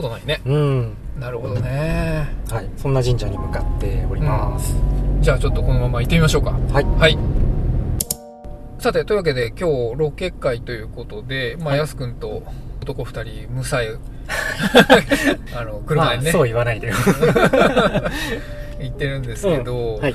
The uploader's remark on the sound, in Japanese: GWなので車でめぐるよ！出身地のスポット。いわくつきの神社と古戦場跡。僕らの出身地であるさいたま県のスポットに10年以上の時を経て再訪します。音声メディアなのにロケ回というチャレンジを今回もまたおこないました。